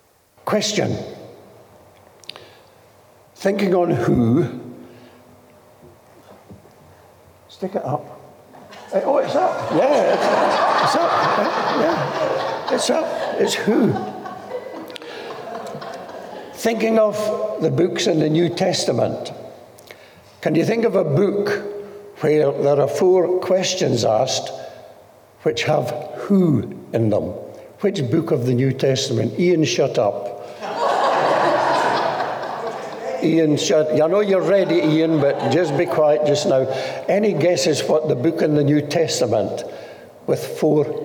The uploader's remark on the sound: This message was recorded during one of our Sunday morning gatherings.